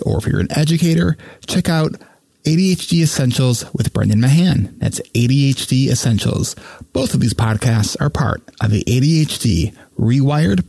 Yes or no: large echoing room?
no